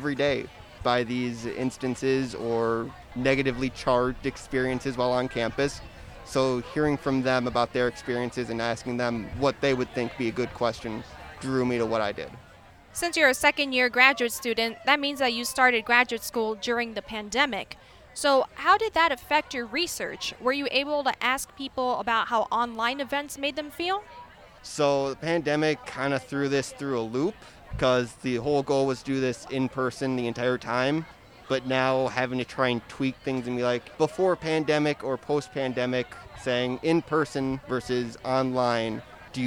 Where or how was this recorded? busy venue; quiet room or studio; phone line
busy venue